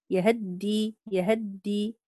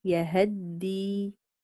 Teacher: قرأها بالاختلاس في فتحة الهاء · Shown in: first take · يهدي يهدي هكذا، يعني أسرع في الفتحة.